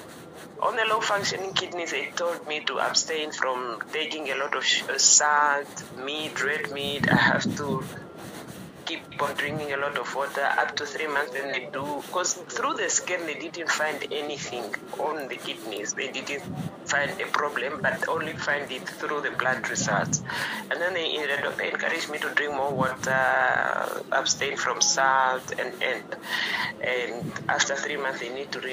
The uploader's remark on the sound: healing over the phone